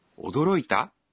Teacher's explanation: Dicha en un tono ascendente, se convierte en una pregunta.